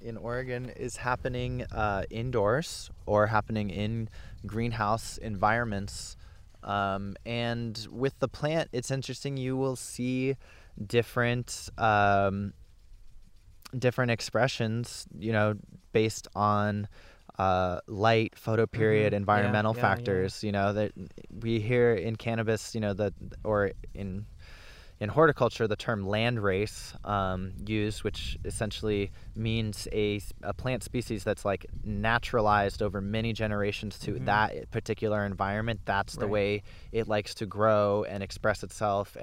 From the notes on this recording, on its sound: In this behind-the-scenes (BTS) episode recorded in the summer of 2019. At his hemp farm in Southern Oregon.